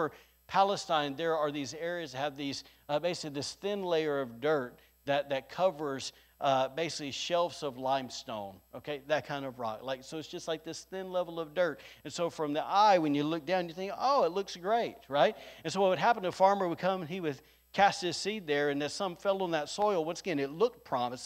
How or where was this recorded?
large echoing room